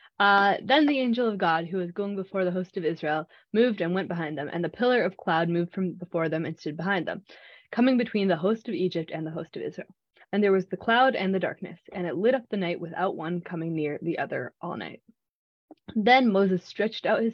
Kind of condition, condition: link, video call